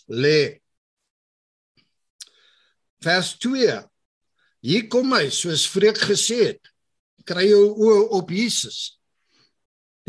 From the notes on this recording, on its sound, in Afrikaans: Zoom Byeenkoms 23 Junie 2022